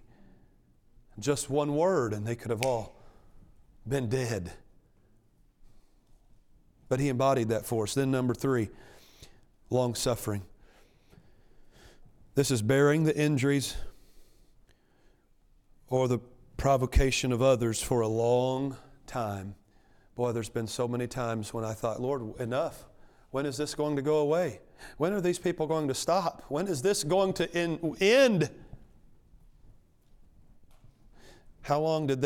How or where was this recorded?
large echoing room